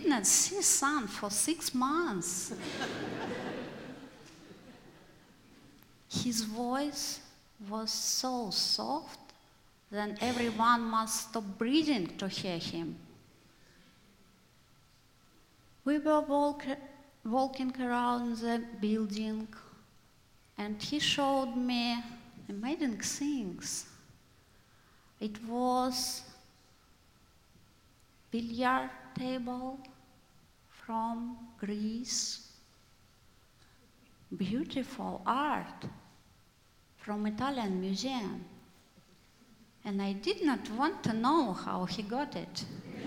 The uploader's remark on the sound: IMMIGRANT AND REFUGEE SHOW. Live at The Old Church Concert Hall in Portland, OR Portland Story Theater.